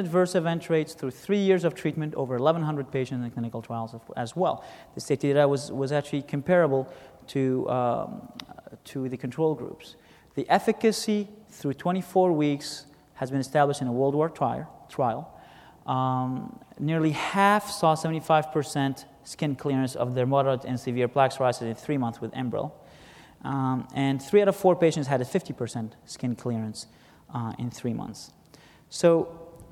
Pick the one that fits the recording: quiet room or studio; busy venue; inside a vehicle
busy venue